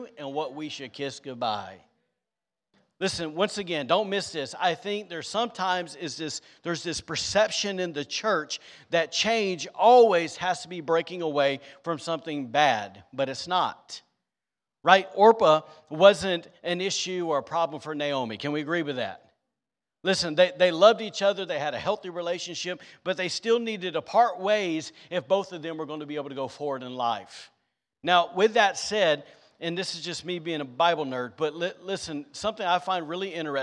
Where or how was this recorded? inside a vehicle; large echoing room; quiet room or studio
large echoing room